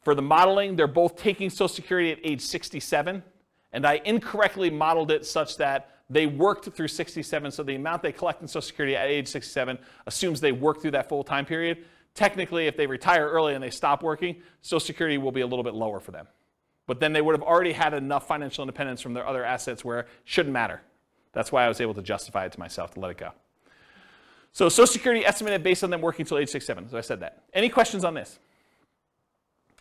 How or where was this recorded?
live audience